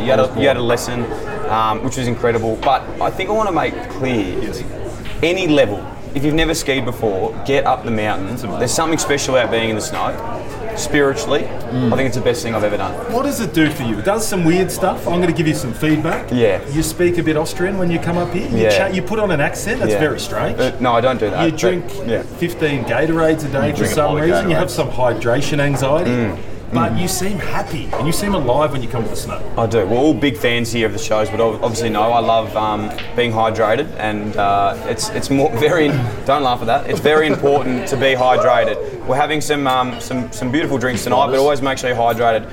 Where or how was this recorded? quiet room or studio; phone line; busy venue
busy venue